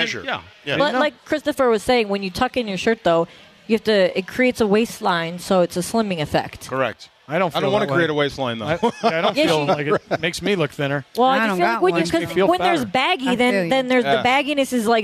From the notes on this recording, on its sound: live from Yaamava' Resort and Casino